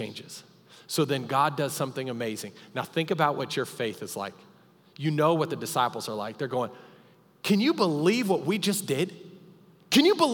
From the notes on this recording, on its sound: Recorded live during our Wednesday night service.